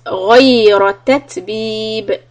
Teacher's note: Ghayn and ra heavy and ba sukun tatbib qalqala.